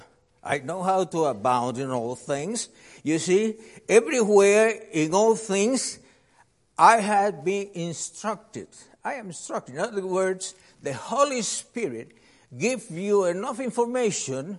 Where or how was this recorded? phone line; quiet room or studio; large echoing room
large echoing room